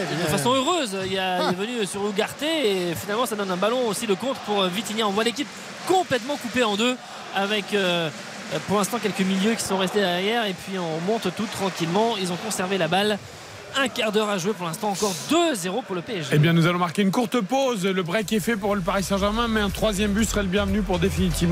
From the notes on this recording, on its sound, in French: en direct du Parc des Princes